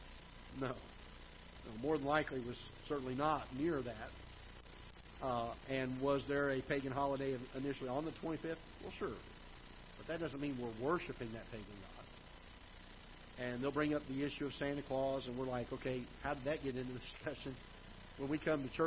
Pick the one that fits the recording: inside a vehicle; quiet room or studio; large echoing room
large echoing room